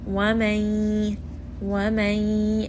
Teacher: it's going to have ghunna. You are going to bring this up into the nose.